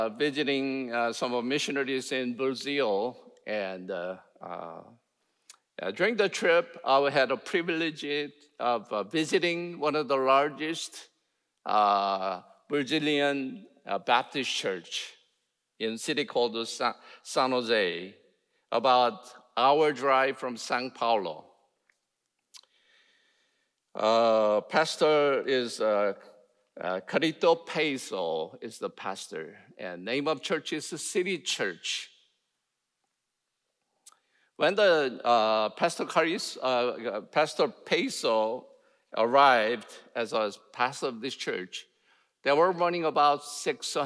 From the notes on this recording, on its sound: in #SWBTSChapel on October 26, 2023